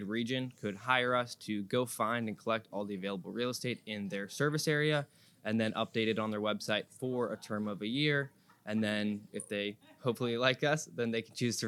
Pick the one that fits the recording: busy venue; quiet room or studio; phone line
busy venue